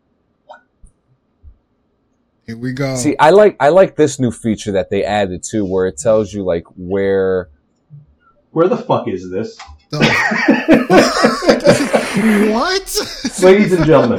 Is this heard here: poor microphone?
yes